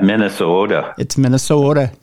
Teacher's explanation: You don't say the T.